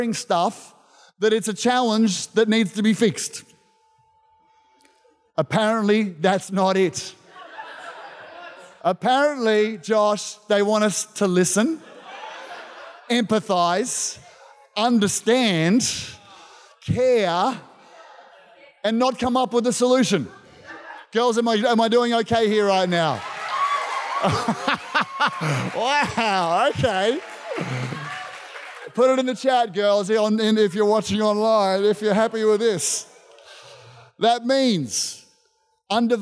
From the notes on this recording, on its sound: This was recorded in our 9am service on the 7th of November, 2021